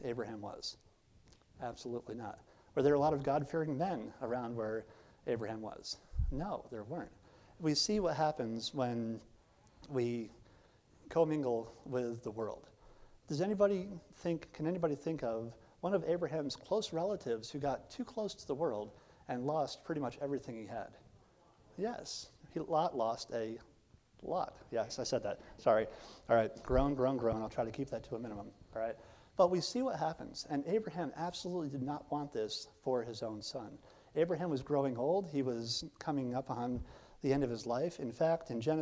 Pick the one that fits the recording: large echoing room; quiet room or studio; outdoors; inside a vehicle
large echoing room